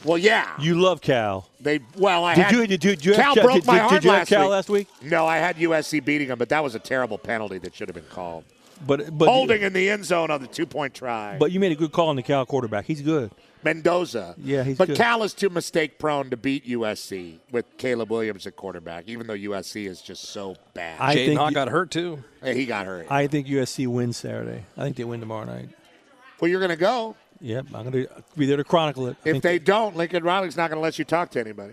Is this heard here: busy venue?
yes